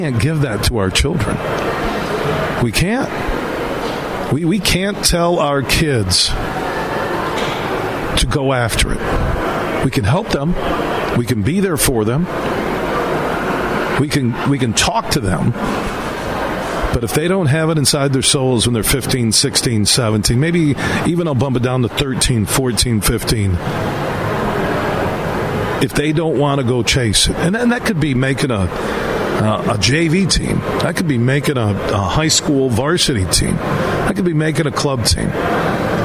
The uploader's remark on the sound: It's day two of us broadcasting live from Van Andel Arena as they're hosting the 57th Annual Great Lakes Hockey Invitational.